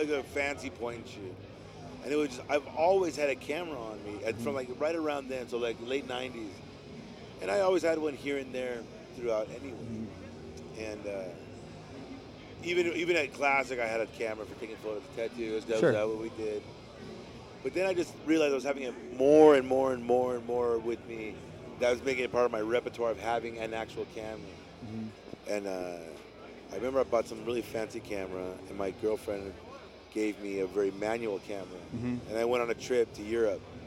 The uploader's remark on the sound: Sits down with me in the Sullen Clothing booth at the 2014 Ink &amp; Iron tattoo festival. Sits down with me in the Sullen Clothing booth at the 2014 Ink & Iron tattoo festival.